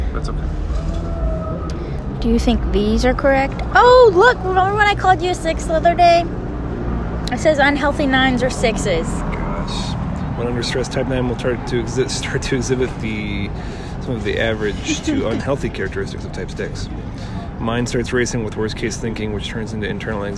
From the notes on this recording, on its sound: This time sitting outside of The Crepe Company in downtown Flint.